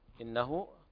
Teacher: الغنة مقدار حركتين، وكذلك الهاء المد الصلة الصغرى تمد مقدار حركتين